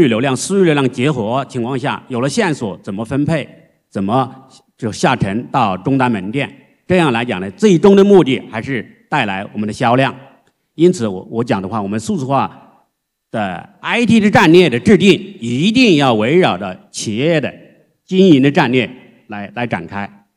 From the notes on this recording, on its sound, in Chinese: 在 2023 未来 CIO 数字峰会 上